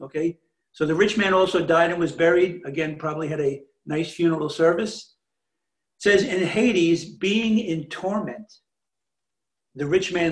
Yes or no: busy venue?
no